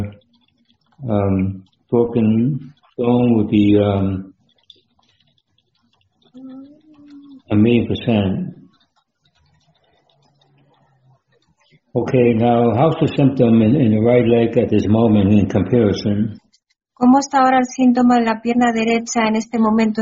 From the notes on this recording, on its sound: Live Zoom Recording for "Life & Sports Injuries Weekly Clinic" December 18th 2020. Bilingual Meeting English/Spanish.